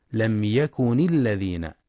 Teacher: ينتبه القارئ لإظهار الميم الساكنة في لم يكن ولكسر النون في يكن وصلا